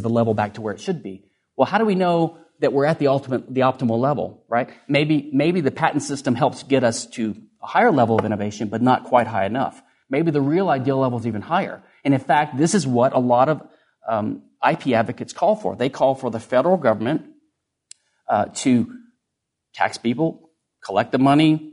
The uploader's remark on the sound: Recorded at Mises University 2011.